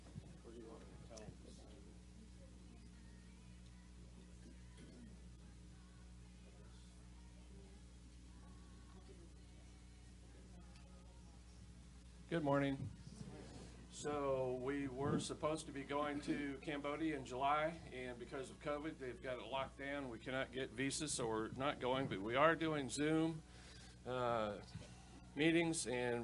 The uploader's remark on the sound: Spirit of Prophecy Church - Sunday Service.